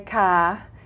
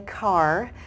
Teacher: And in Georgia, they do pronounce their R. · Shown in: second take · They don't say ka, they say car.